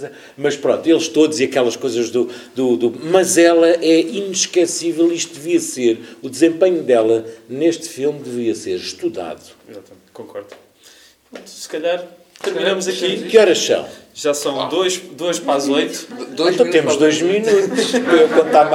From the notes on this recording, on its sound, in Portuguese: Gravado ao vivo na Livraria Barata.